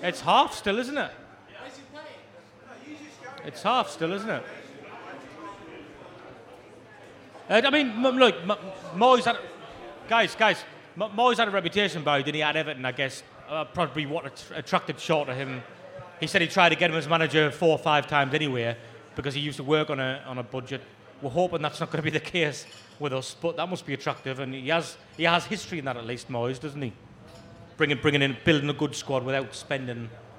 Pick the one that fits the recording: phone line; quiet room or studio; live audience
live audience